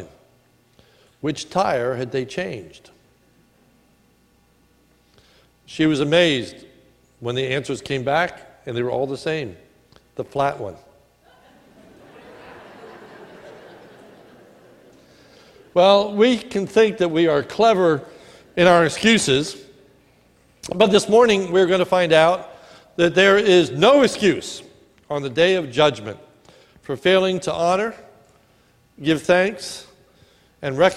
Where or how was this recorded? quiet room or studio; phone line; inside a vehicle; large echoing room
large echoing room